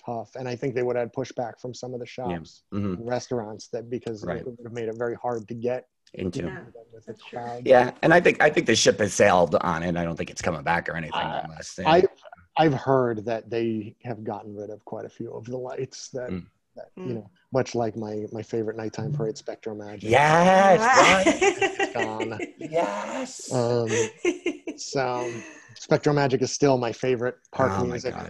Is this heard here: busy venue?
no